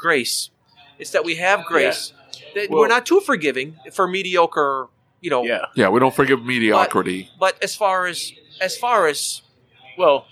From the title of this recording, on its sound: ASOG Podcast LIVE from AAPEX 2021